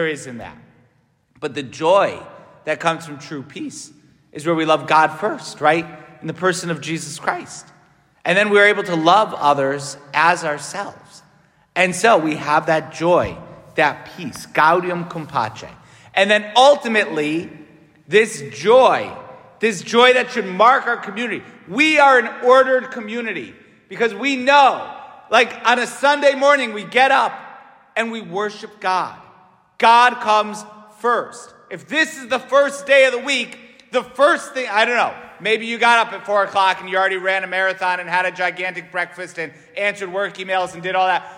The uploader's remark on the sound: St Francis Catholic parish homily.